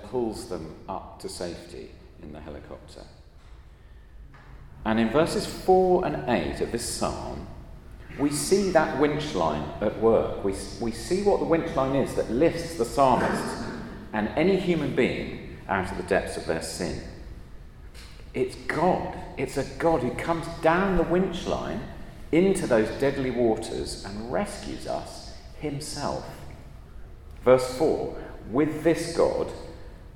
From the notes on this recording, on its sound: at a Christians in Parliament Chapel Service which was held in the Chapel of St Mary Undercroft